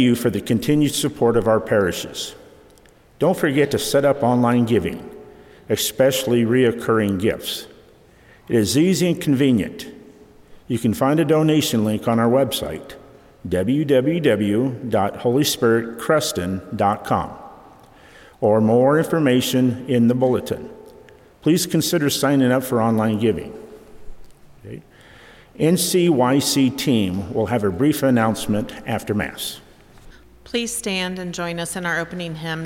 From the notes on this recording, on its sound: Mass from Holy Spirit Catholic Church in Creston Iowa.